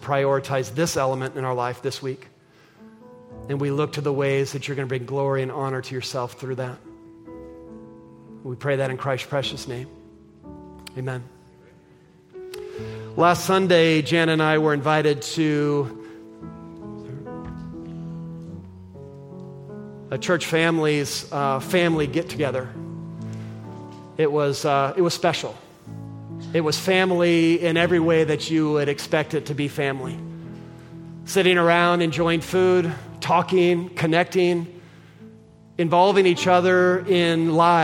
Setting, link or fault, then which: setting, large echoing room